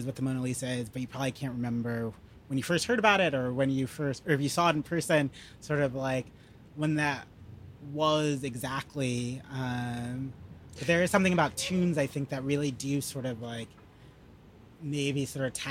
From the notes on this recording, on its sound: This summers outdoor pop-up conversation event series between the Center for Fiction and the Theatre for a New Audience at Polonsky Shakespeare Center in Downtown Brooklyn.